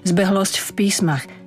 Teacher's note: V písmach je neznelé, preto aj zbehlosť zaznie neznelo, ale musí byť jasná koncovka, aby nebolo pre svoju zbehlo v písmach.